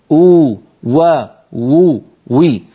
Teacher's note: مخرج الواو غير المادية بانضمام الشفتين إلى الأمام مع ارتفاع أقصى اللسان. انتبهنا كيف ارتفاع، قلنا من غير تقعر لوسطه، فهذا لا يؤدي إلى التفخيم.